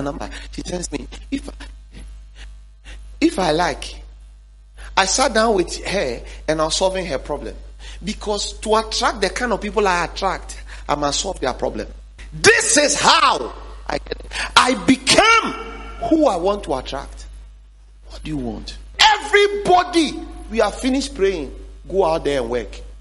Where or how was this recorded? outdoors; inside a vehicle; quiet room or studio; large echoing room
large echoing room